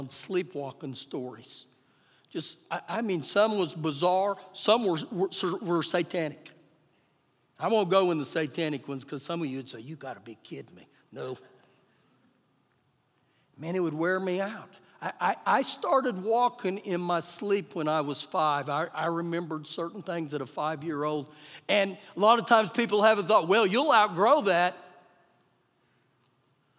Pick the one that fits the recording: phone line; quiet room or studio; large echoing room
large echoing room